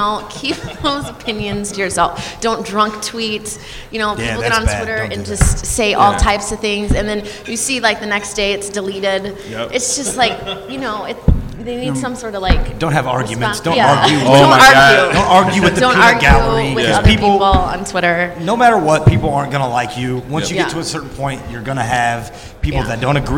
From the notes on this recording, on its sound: In a live podcast panel at Rockit Bar & Grill